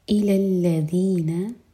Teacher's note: ذات کے لیے زبان اوپر والے دانتوں کو ٹچ کرے گی اور تھوڑی ٹپ باہر ہوگی